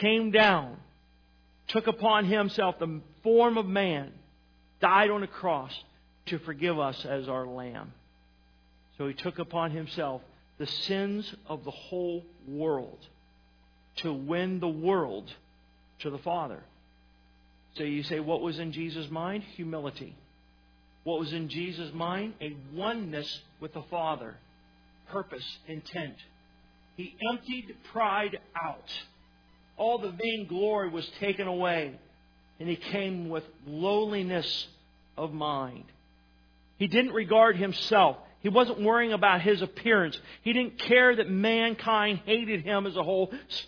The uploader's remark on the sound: Sermon was recorded December 09, 2018 at Northside Baptist Church of Elkhart, Indiana